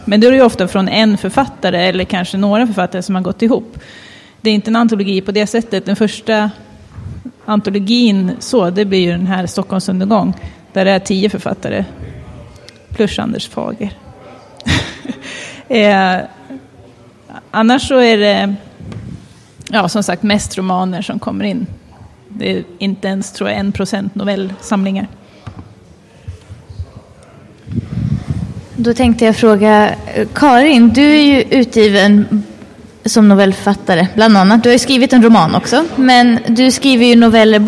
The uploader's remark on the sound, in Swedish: Denna panel spelades in på Swecon 2014 – Steampunkfestivalen i Gävle.